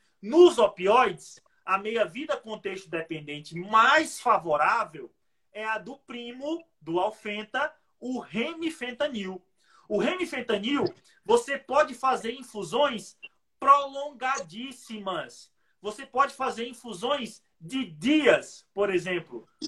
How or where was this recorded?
video call